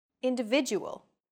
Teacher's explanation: The stressed syllable vi in individual is deemed more important, so it's pronounced longer than all other syllables.